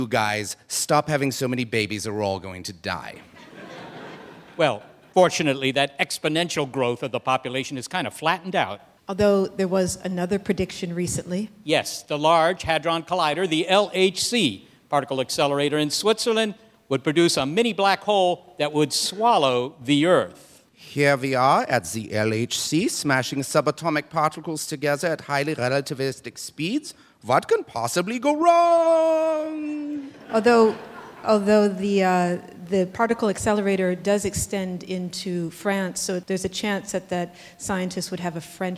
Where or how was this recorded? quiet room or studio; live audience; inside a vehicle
live audience